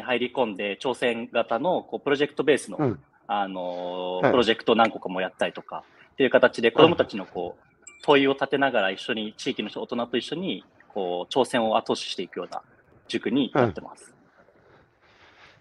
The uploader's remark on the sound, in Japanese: 歩くラジオ。歩きながら1時間、対談する。